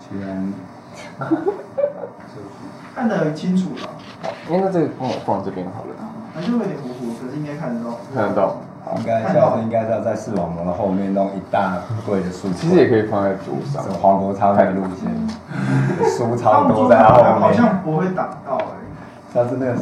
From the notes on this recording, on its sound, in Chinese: 全程錄音。除了一段開錄前的空白，其餘一刀未剪。此為錄音筆側錄，音質頗差記得包容。